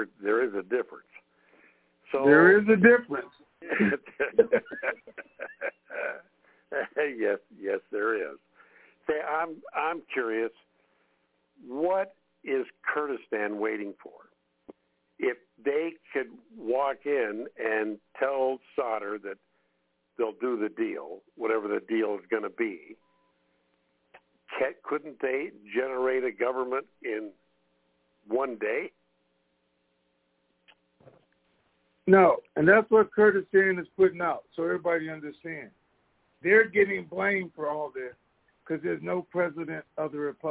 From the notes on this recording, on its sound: TNTSuperfantastic Conference Call.